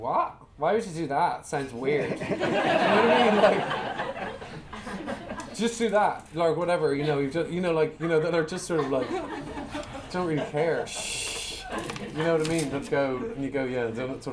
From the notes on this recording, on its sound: Recorded back in 2019 at a special Irish Film London event. In conversation with some lucky young actors.